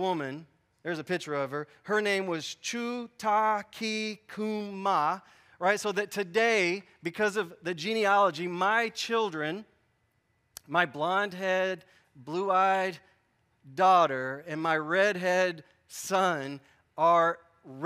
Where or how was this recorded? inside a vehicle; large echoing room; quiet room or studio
large echoing room